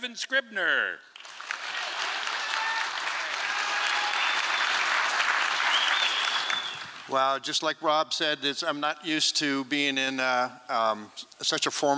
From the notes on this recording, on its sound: 2023 FPG-Liberty Theatre-Saturday Night-Fourth Set. This recording was made on Saturday, February 25th, 2023, at the Liberty Theatre in Astoria, OR as part of the FisherPoetry Archive Project.